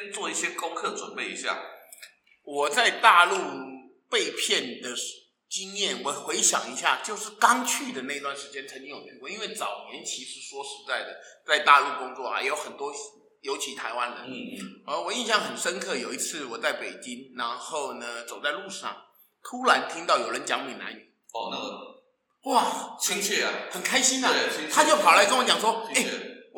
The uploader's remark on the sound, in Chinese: 因為第一次在教室錄音，所以出現像在防空洞裡的回音，先跟大聲說聲抱歉，也感謝您的諒解。